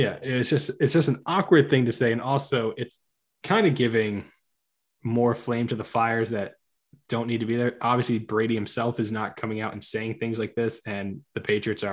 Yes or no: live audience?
no